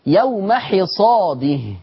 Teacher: إنما قرأها ورش بكسر الحاء